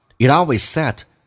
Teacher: it 跟 always 有连音，t 浊化成 d